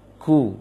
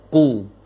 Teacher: getaran terasa di pangkal lisan yang berat ke tenggorokan · Shown in: second take · Term: qaf